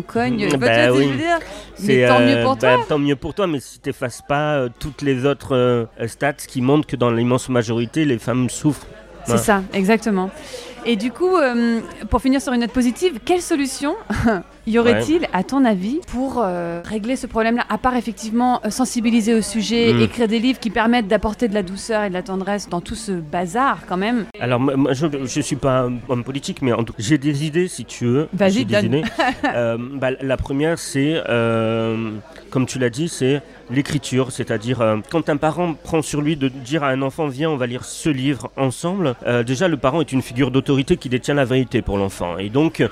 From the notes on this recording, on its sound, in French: Dans un café en face de France Inter, où il allait faire une chronique. Notre conversation est un peu parasitée par les bruits de la rue puis par les bruits du café.